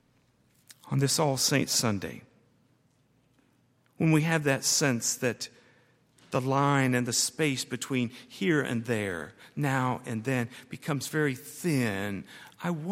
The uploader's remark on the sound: at Highland Baptist Church